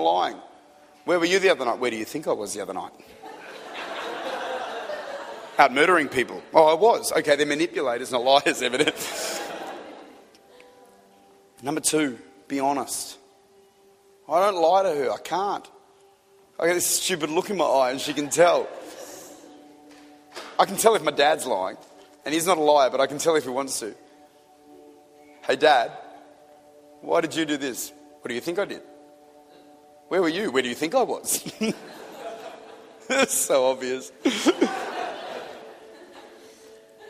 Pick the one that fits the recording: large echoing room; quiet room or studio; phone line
large echoing room